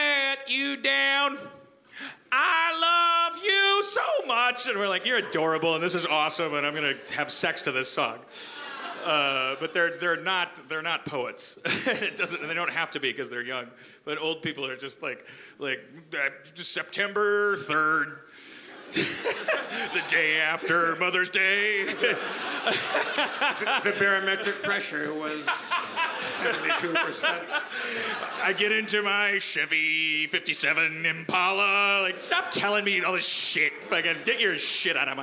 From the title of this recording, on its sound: LIVE from The Tin Roof in San Diego